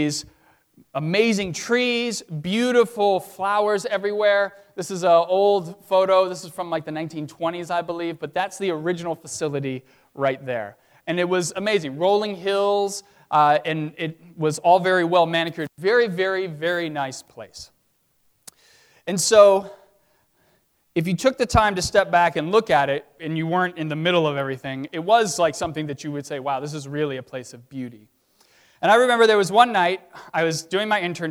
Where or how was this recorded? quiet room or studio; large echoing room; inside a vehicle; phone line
large echoing room